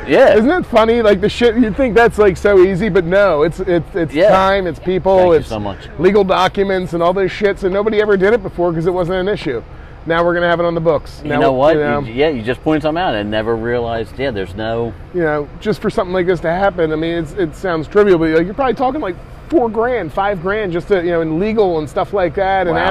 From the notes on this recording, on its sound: Live from the Lansdale Tavern. Doing a live show is always fun.